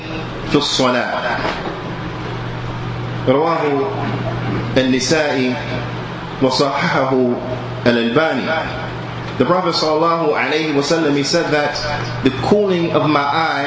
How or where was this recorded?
large echoing room